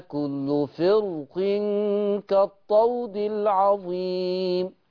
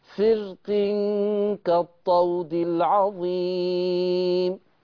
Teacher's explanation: كلمة فرق في الشاطبية تقرأ بوجهي التفخيم والترقيق. كلمة فرق وصلا حال وصلها تقرأ بوجه التفخيم والترقيق